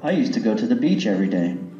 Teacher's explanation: đọc nối chữ beach âm đuôi là âm ch với âm everyday nạp thành beach everyday.